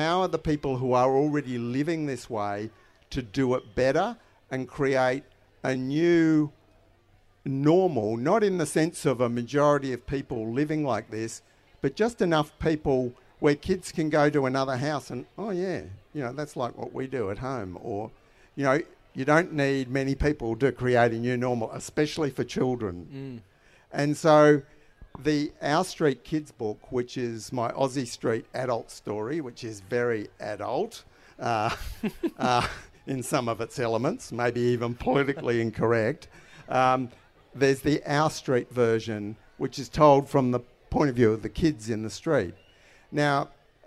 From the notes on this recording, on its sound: This episode is the final live headline conversation from Renew Fest in May. In this live conversation.